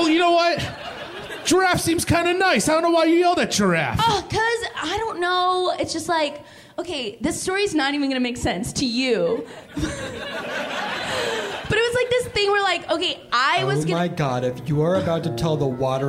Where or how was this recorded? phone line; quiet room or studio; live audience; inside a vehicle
live audience